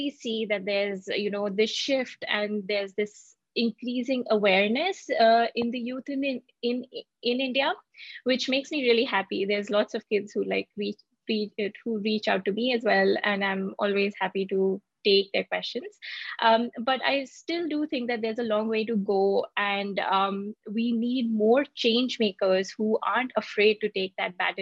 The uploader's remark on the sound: This webinar was recorded on Thursday 4th August 2022.